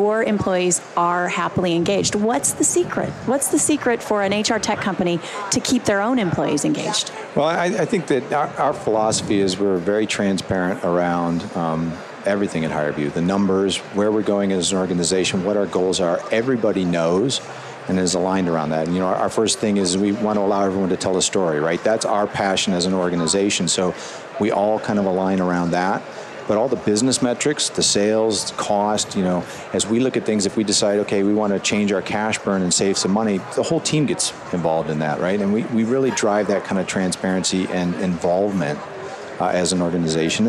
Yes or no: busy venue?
yes